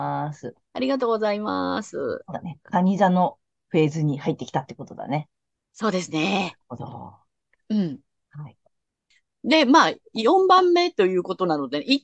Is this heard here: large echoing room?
no